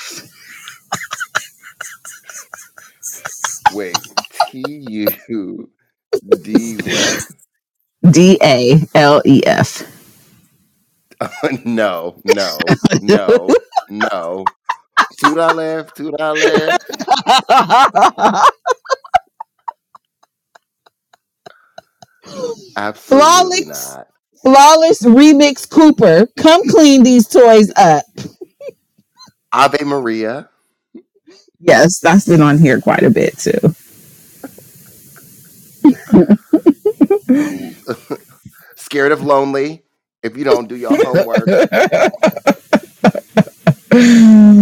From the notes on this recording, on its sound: We're having some sound equipment issues (I KNOW I'M SORRY)